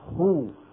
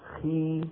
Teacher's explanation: خو فيها امتلاء للفم أكثر من خي. نعم، نظر العلماء رحمهم الله تعالى إلى حروف الاستعلاء بحسب حركاتها فقالوا كلها مفخمة إن كانت مفتوحة أو مضمومة أو مكسورة أو ساكنة.